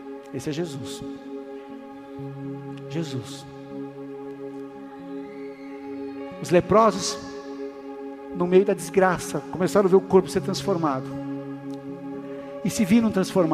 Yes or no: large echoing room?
yes